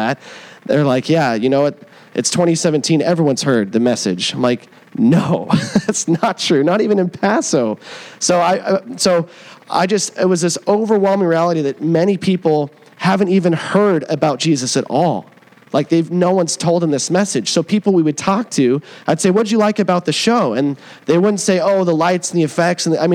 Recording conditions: large echoing room